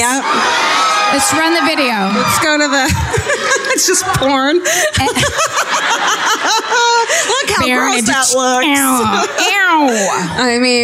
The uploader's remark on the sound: Live at Revolution Hall in Portland (2017)